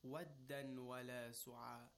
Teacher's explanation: The tanween of waddan, the noon at the end of tanween, is merged with the waw of wala · Term: idgham of ghunna